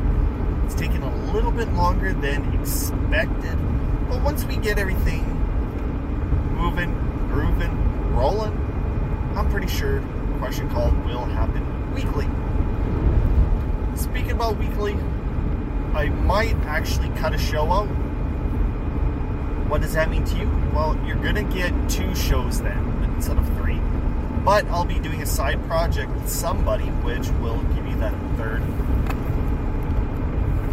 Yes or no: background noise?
yes